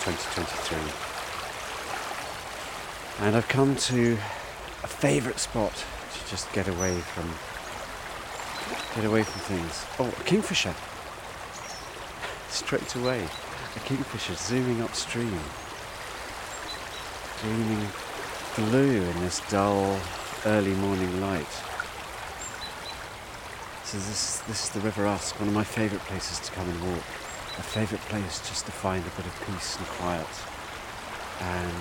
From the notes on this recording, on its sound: Wildlife ramble along the River Usk. It's early January and the river is high – but the wildlife is stirring on this magical Welsh waterway including a special guest right at the beginning of the recording…